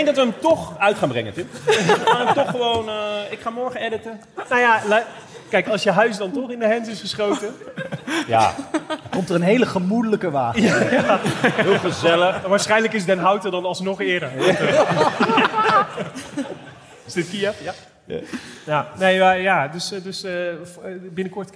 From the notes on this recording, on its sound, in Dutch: opname van de Vuelta 2022 Live Extravaganza